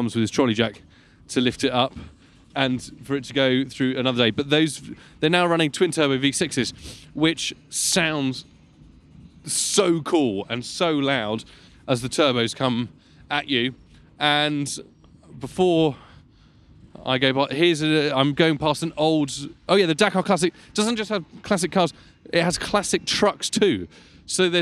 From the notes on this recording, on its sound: Live From The Dakar Rally. Recorded at the bivouac.